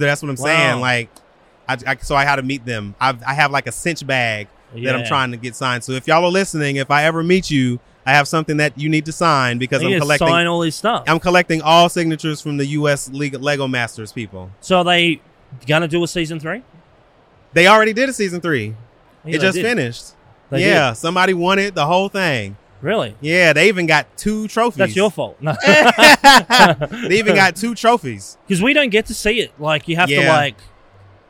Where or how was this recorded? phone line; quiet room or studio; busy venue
busy venue